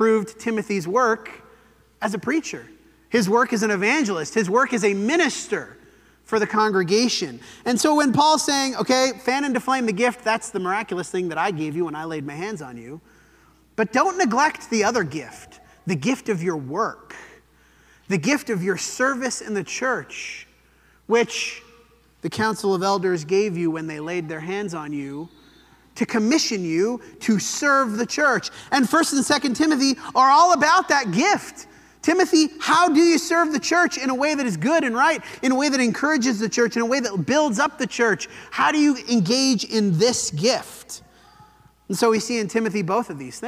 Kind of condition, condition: setting, large echoing room